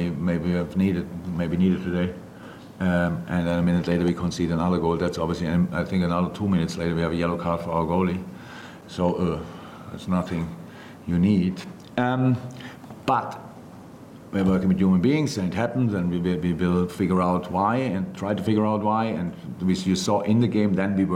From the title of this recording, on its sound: LFC Post-Match Press Conference